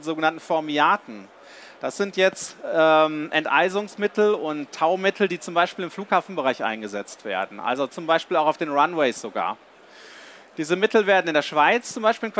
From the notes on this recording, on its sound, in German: live von der GaLaBau Messe 2022.